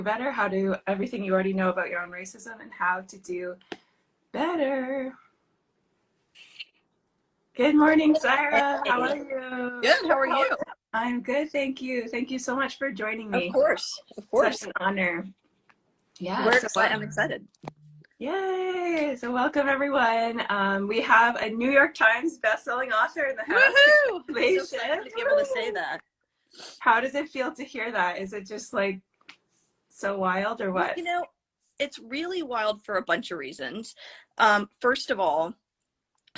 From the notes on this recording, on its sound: This conversation is a replay from an Instagram live interview